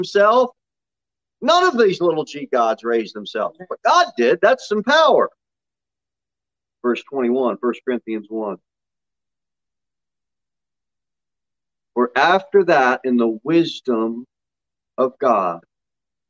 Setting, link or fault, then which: setting, large echoing room